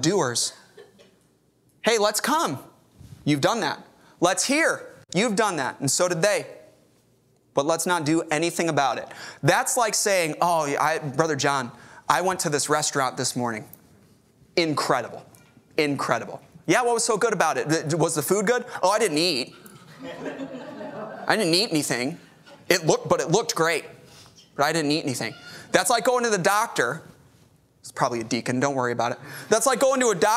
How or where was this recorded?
large echoing room